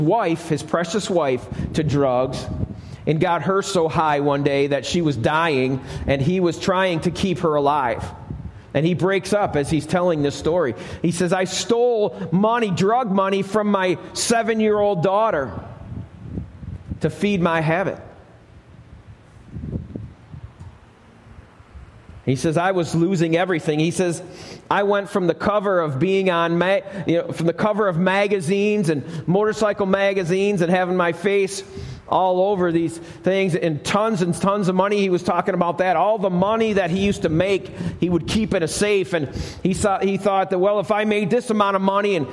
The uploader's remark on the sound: Alabama Full Gospel Fellowship. This message was recorded live at the Lighthouse.